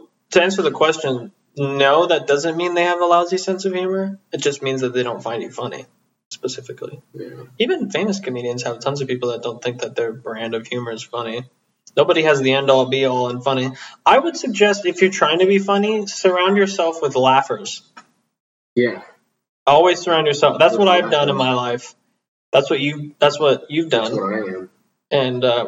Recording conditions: poor sound quality